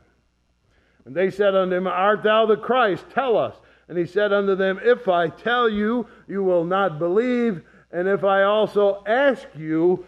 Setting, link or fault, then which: setting, large echoing room